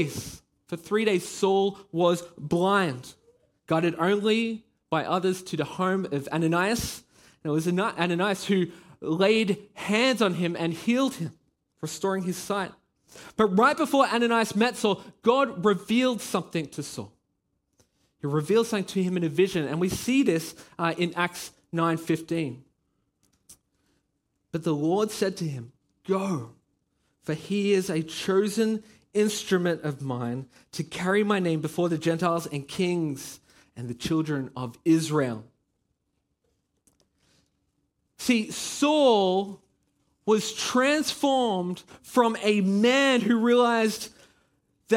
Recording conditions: large echoing room